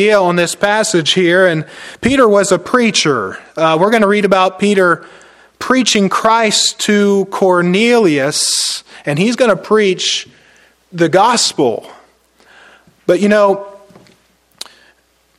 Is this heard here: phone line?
no